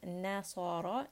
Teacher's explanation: noon is light. Sad is heavy and ra is heavy.